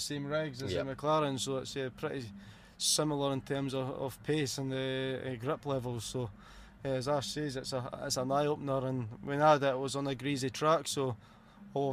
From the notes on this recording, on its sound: This episode was recorded live at the 2021 British Motor Show in Farnborough. Track Back was in collaboration with The Podcast Guys who were the official podcast and video partner of the British Motor Show.